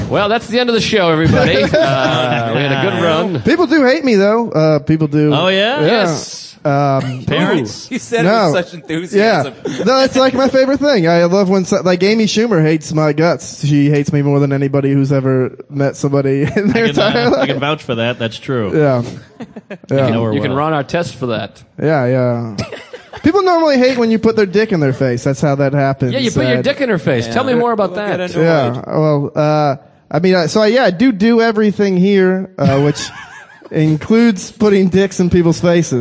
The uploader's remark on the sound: This weeks episode was recorded live at The Stress Factory in New Jersey!